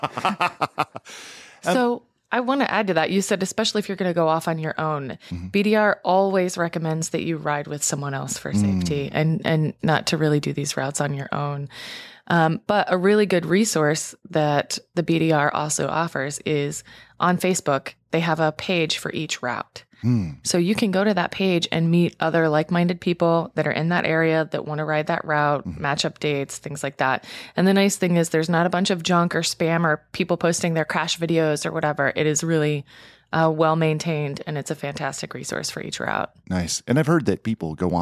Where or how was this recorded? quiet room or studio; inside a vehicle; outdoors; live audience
quiet room or studio